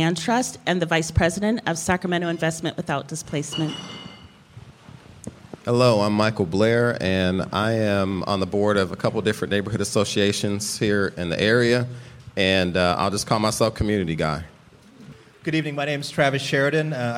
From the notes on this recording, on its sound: Live from the Brickhouse Gallery. Solving Sacramento hosted a live event.